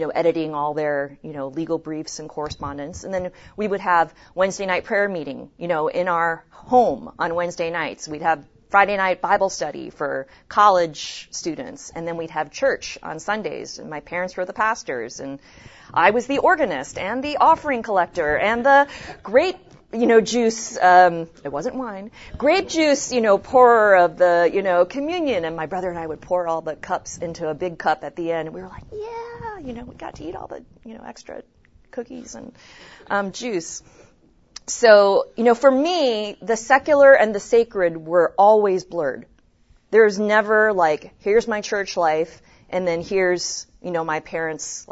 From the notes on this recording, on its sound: The following audio comes from the 2016 National Disciple Making Forum with Discipleship.org.